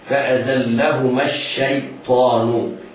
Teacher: إياك وأن تقلقل أو تفخم ياء الشيطان هكذا فأذلهما الشيطان. الشين مرققة والياء ساكنة مرققة، بعدها الطاء مفخمة